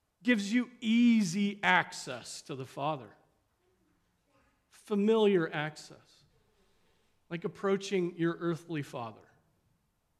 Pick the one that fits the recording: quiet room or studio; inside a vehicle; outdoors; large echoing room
large echoing room